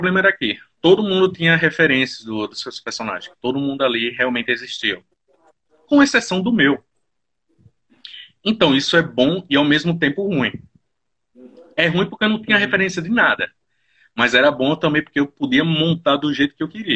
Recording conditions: video call